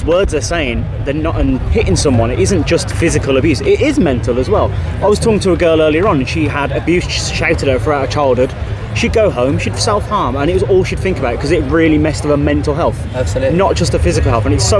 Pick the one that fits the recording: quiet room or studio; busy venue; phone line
busy venue